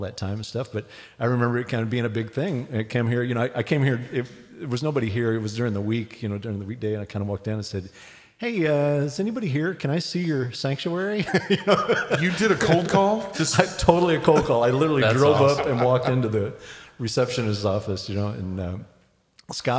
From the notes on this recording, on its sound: Recorded live at the FILO conference in May, 2018. We celebrate the first live recording.